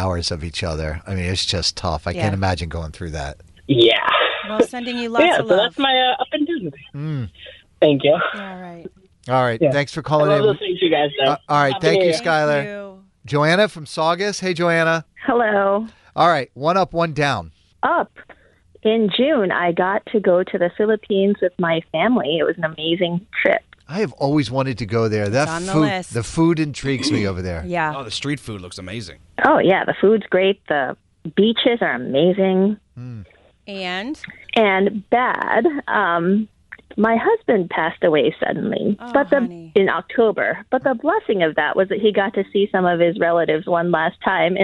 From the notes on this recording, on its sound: Listeners called in to tell us their positives and negatives of 2023!